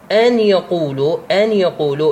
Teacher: لفظت النون هاي فككتها، ما أدغمتها